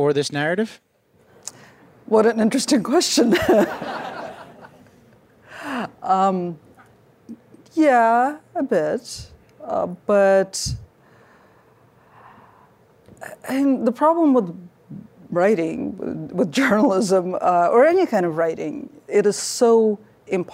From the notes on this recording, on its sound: In a conversation at the 2018 New Yorker Festival